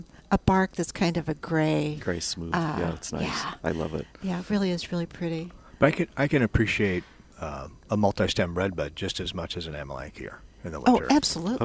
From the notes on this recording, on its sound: Live at Prairie Gardens 1-22-22.